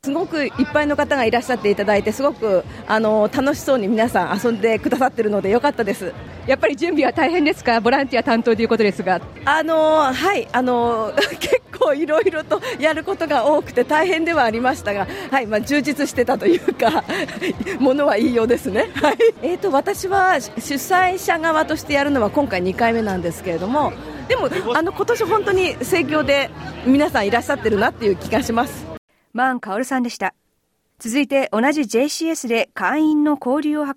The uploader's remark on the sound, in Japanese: Event report: Matsuri Japan Festival in Chatswood 2023。快晴で大賑わい、Matsuri Japan Festival in Chatswood 2023 会場リポート。